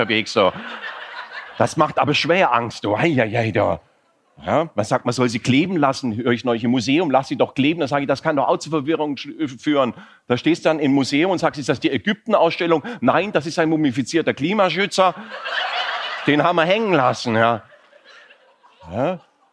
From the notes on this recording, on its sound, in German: Im Außeneinsatz. Teile des Auftritts und Teile dieses Gesprächs im Rahmen des "Comedy for Future Festivals".